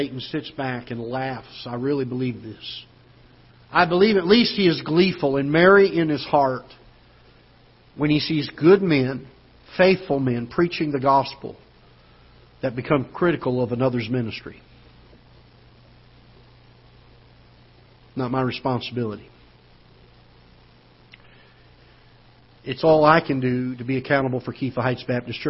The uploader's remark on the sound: Ketha Heights Baptist Church ~ Live Broadcast